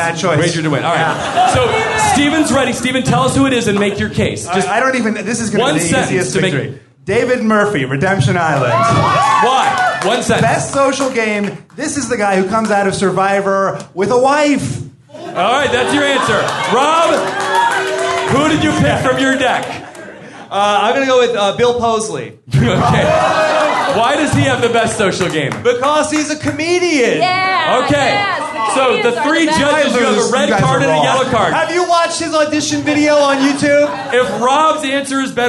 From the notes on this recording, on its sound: LIVE From the Hollywood Improv. Answer audience questions with special Survivor guests.